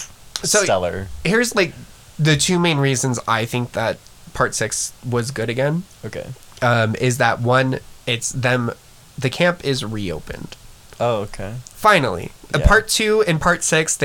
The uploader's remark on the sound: Enjoy the crunchy audio quality